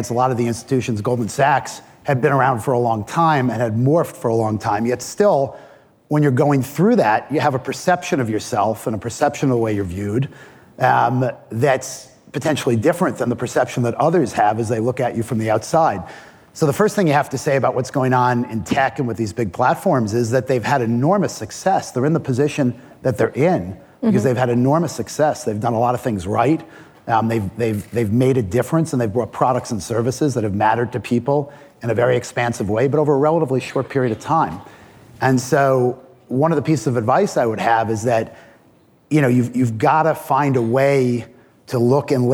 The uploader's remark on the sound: Live at Code 2019